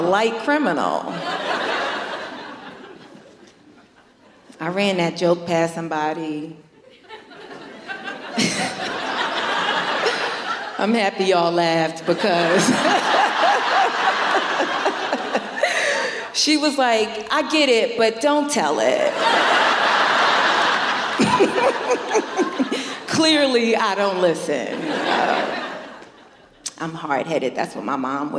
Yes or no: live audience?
yes